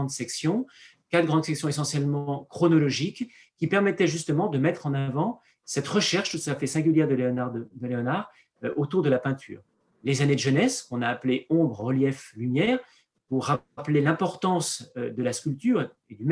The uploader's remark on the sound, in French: Enregistré sur zoom le 20 avril 2021